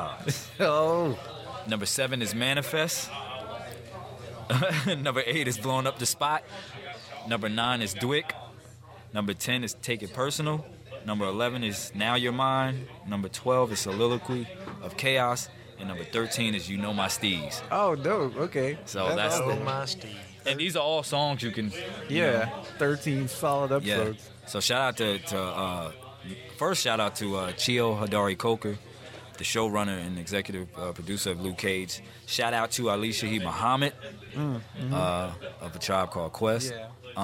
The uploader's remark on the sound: Hip Hop Marvels Mashup Live. A podmash at THE BEST comic and games store around - The Battlegrounds Games and Comics in Dalton, GA!